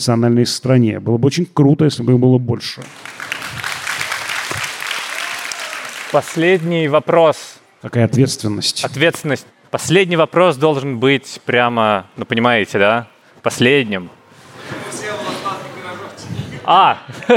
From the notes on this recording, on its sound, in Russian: Открытая запись. На открытой записи подкаста «Крупным планом» 7 августа на Плюс Даче в Парке Горького.